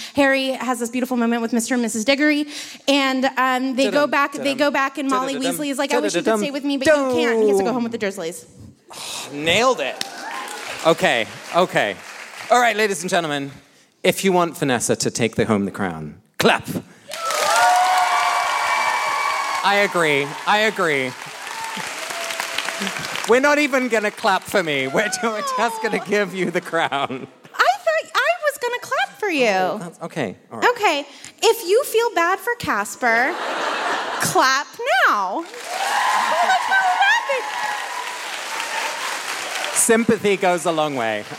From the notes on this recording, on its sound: Live from London. This week we come to you live from our London show.